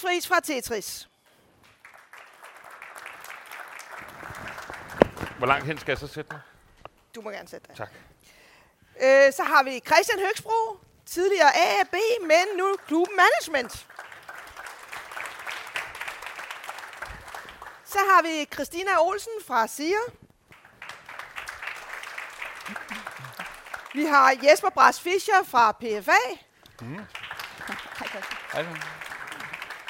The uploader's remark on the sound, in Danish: I denne podcast optaget på Boligdagene 2023.